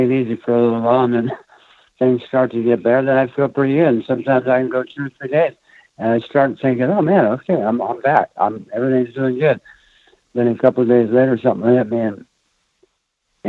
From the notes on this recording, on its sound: Answers questions of a live caller.